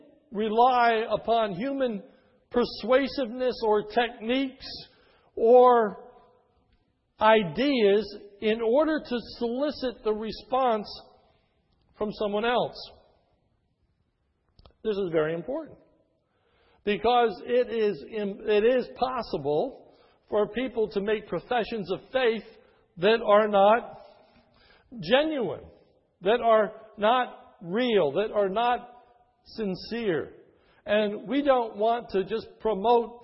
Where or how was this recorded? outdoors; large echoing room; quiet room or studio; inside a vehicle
large echoing room